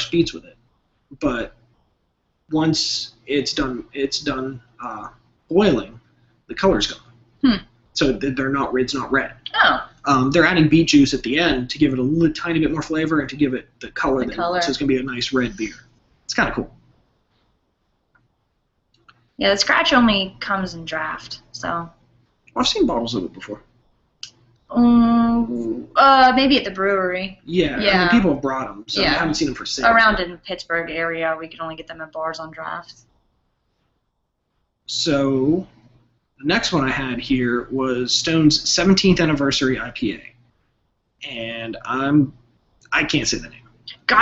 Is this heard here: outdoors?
no